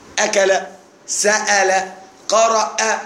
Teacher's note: ألف يابسة صلبة ليست لينة وسهلة كالألف المادي